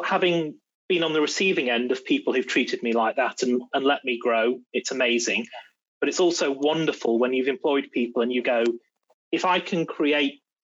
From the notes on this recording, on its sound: CREST recently hosted a webinar about neurodiversity in the technical security workplace.